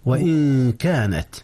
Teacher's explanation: إخفاء النون قبل الكاف